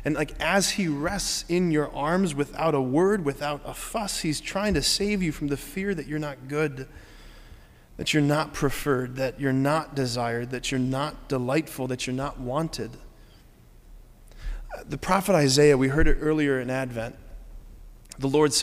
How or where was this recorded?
large echoing room